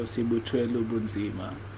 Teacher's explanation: instead of twe, we do it almost like a chwe. Something in between, it comes out more clearly that way.